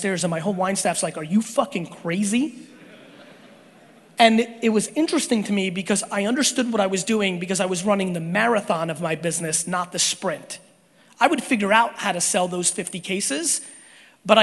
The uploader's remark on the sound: A Keynote at IMG EXPO 2018 in New Orleans